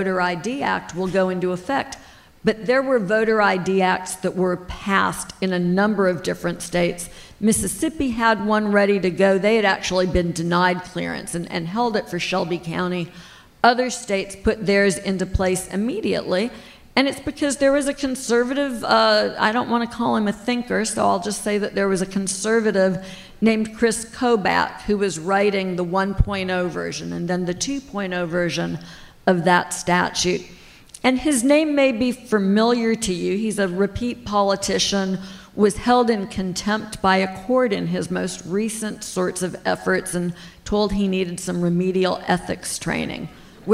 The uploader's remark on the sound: Live in DC. SistersInLaw are live in Washington, DC.